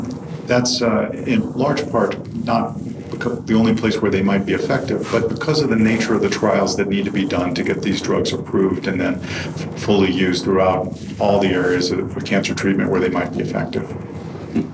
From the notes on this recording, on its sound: Recorded during the 53rd Annual Meeting of the American Society of Clinical Oncology (ASCO), held June 2 - 6, 2017 in Chicago, Ill.